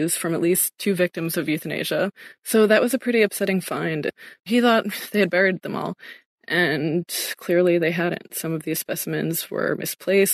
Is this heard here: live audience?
no